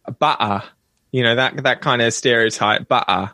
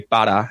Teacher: we don't use the glottal stop · Shown in: second take